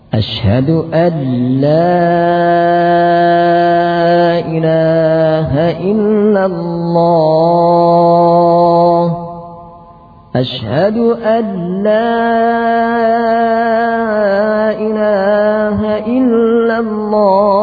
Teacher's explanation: menebalkan lam sehingga menjadi alla